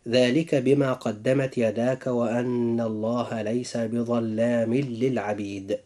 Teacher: في هاتين الكلمتين أخي المسلم جاء إدغام بغير غنة، حيث وقع التنوين في آخر كلمة بظلام، وجاء بعده اللام في كلمة للعبيد، فهنا يكون نطق هذه الآية هكذا: ذلك بما قدمت يداك وأن الله ليس بظلام للعبيد.